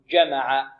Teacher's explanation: جمع هنا الجيم شديدة، الجيم العربية جيم، جيم شديدة، جمع، لا نقول جمع، جمع، جمع، خطأ، بل نقول جمع.